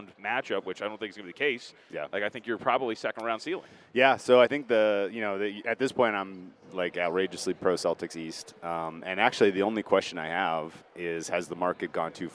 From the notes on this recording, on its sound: live from Super Bowl radio row!